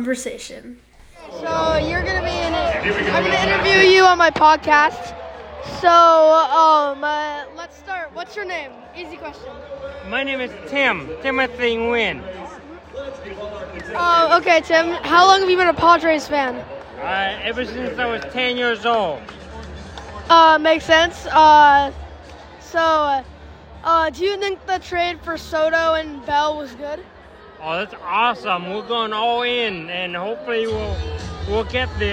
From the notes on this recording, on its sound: From Petco Park. We’ll go to PetCo and listen to the sounds of the game. While we watch the Dodgers crush his team.